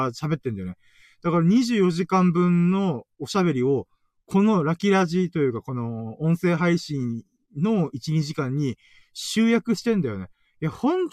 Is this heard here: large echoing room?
no